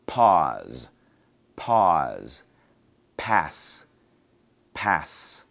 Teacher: at the beginning of a word, the air really comes out · Term: P sound